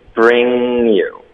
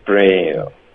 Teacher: 这个 bring 要用后鼻音 · Shown in: first take · ，bringyou。你现在用的是前鼻音，bringyou。